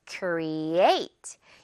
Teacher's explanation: 이 중간에 있는 a에 강세가 있어요